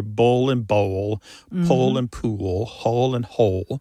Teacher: the physical act of pronouncing that dark L kind of requires the back of the tongue to raise toward your soft palate. And that movement of the tongue pulls the vowel that comes before the L in a new direction.